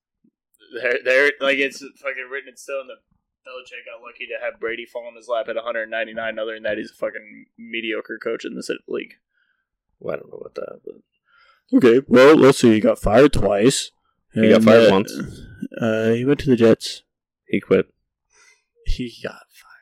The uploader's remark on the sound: First time trying to record and hold the mics at the same time. We apologize for the sound quality.